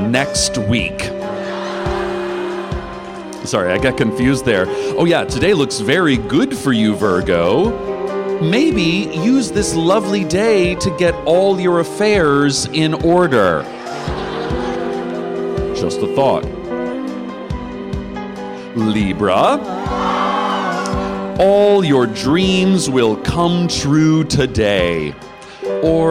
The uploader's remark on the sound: An excerpt from our recorded live show, "The Librarian," recorded live on January 16, 2015 at Skirball Center, New York, NY.